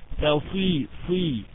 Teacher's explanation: أقل درجات التفخيم لأنها مكسورة